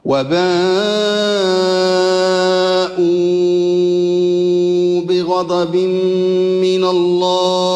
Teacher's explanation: الوجه الثاني لورش اللي هو فتح ذات الياء ومد البدل، يعني مد مدا مشبعا طول